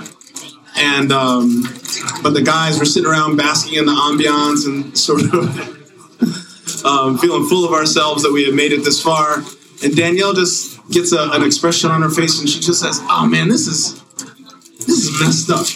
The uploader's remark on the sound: This episode was recorded a few days before the 2018 Boston Marathon at Tracksmith’s Trackhouse. We had some audio issues and background noise in this episode.